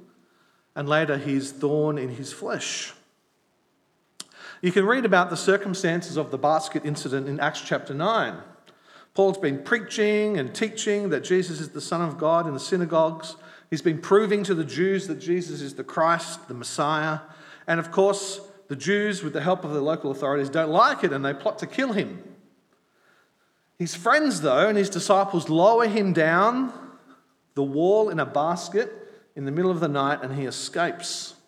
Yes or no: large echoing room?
yes